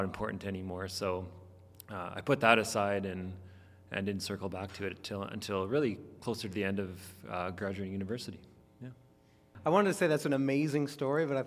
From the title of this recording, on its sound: Live WTJ? podcast recording